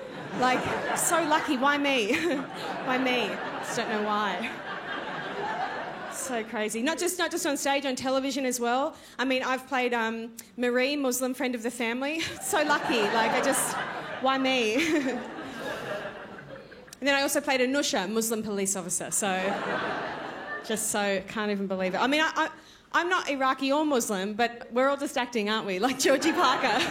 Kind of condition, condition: setting, busy venue